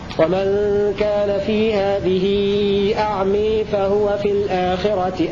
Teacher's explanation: فأقرأ حمزة والكسائي وشعبة بإمالة اللفظين في الموضعين